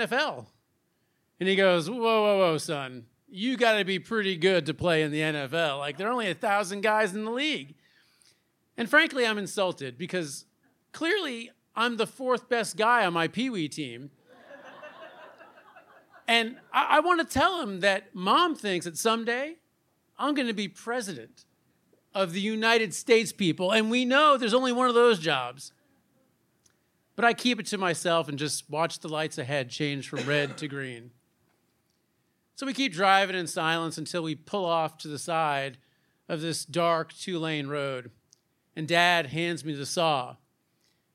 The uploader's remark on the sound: true stories told live on the Story District stage